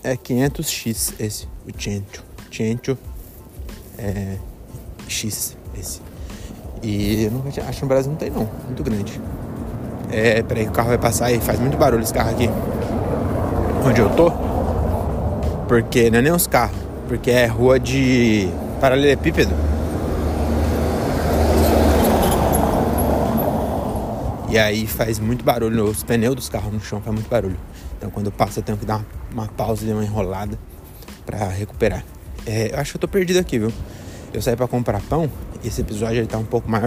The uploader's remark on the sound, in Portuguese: Episódio gravado nas ruas de Belém